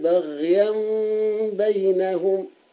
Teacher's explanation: وفخم الغين في كلمة بغيا بينهم